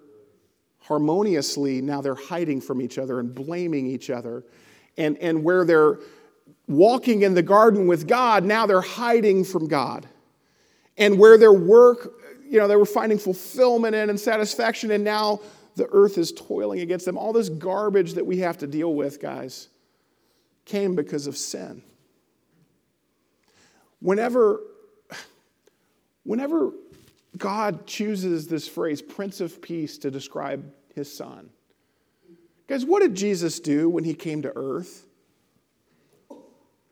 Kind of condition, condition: setting, large echoing room